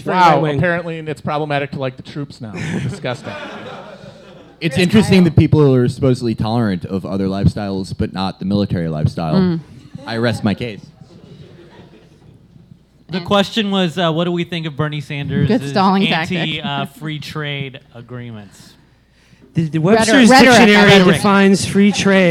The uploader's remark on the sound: In this live show recording